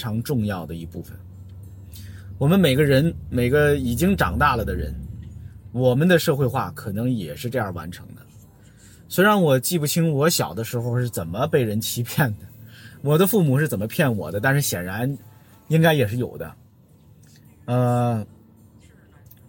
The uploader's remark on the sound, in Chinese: 本期「红灯区」节目还是在车内、在满是红灯的拥堵道路上录制。一刀未剪，一句没落。